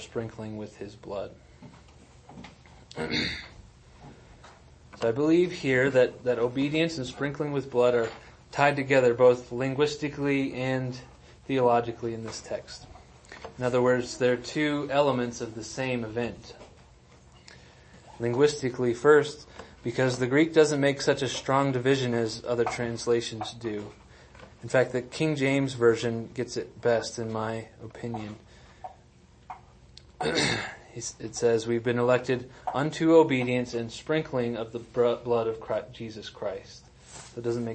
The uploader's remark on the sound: Sermons and audio recordings of Trinity Reformed Church in New Castle, Colorado.